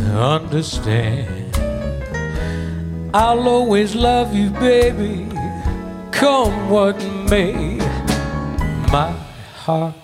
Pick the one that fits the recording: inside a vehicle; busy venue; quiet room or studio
busy venue